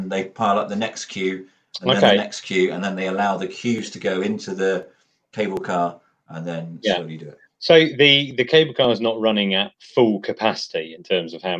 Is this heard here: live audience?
no